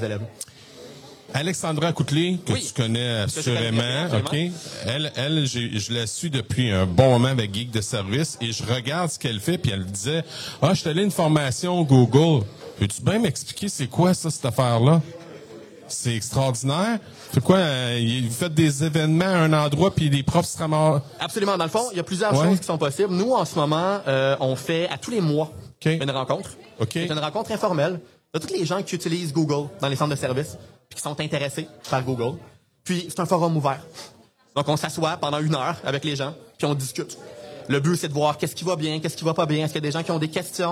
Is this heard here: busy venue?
yes